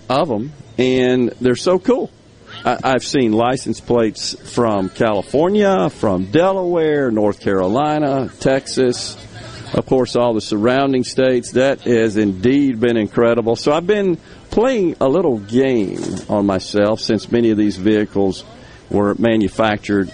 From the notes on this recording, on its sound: LIVE from the Biloxi Town Green for the 25th Anniversary of Cruisin' the Coast